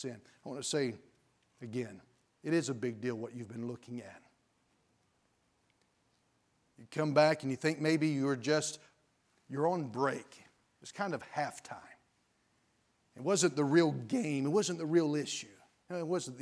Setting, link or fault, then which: setting, large echoing room